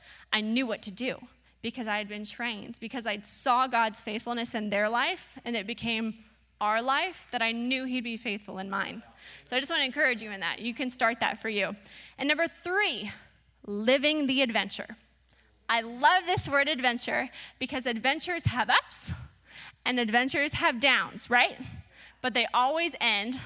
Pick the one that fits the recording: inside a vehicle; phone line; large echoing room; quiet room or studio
large echoing room